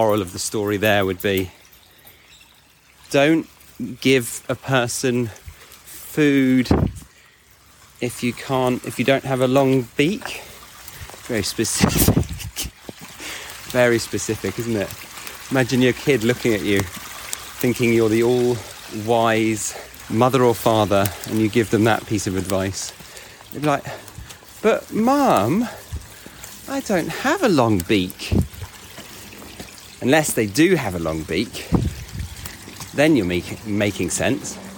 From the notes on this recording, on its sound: takes you out of the sound booth and on a quick dog walk to try a new "authentic" style of recording